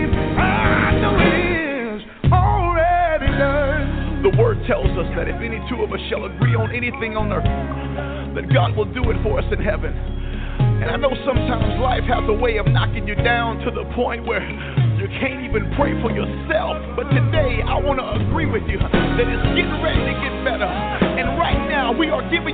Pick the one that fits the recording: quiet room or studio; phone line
phone line